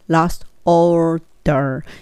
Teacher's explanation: ちゃんとしっかり R を聞かせるのがアメリカ英語の特徴なのでしっかり聞かせます